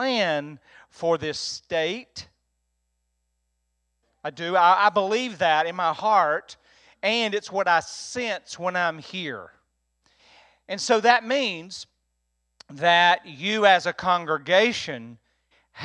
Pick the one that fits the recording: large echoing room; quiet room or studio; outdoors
large echoing room